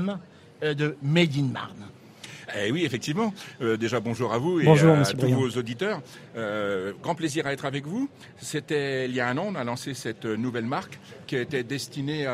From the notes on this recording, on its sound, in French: RCF en direct de la 76e Foire de Châlons.